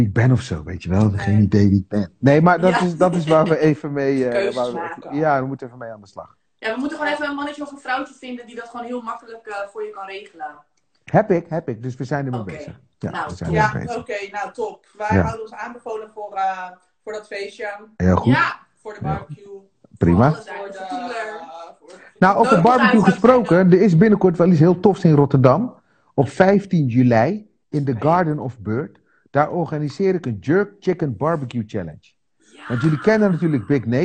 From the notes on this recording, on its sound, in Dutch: Voor het eerst delen we de audio van onze Instagram lives die we sinds maart 2020 wekelijks hebben opgenomen met verschillende ondernemers.